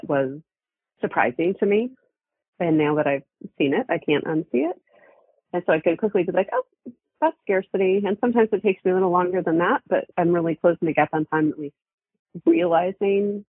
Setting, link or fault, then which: link, phone line